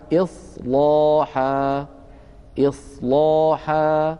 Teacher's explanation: هذه اللام فخمها ورش لأنها سبقت بصاد ساكنة